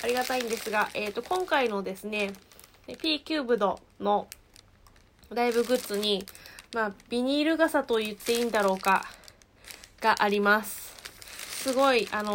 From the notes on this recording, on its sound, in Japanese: 雑音注意